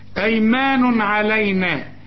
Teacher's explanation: ما يتقولش ايمن رسم لي الف بعد الميم عشان تقول ايمان، أيمان تنوين وبعد عين، العين من حروف الإظهار ما تغنش